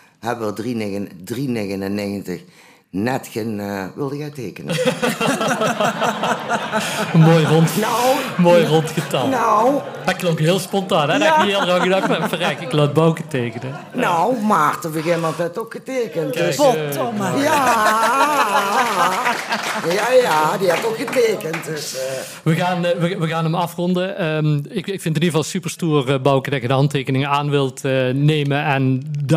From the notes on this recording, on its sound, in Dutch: Tijdens het Live Podcastcafé van De Neije Krant en het Ondernemers Collectief Mill. In ’t Lagerhuis aan.